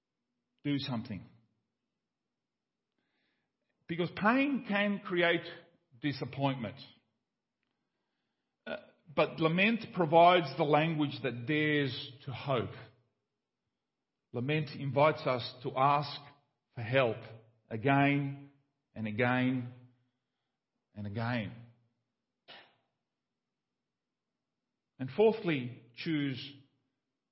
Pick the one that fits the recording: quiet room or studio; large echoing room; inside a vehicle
large echoing room